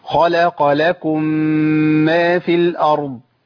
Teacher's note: الميم المشدده بتاخد زمن حركتين